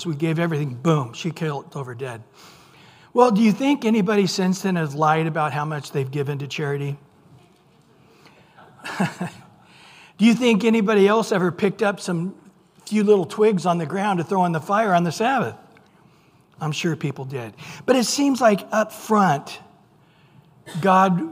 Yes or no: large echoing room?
yes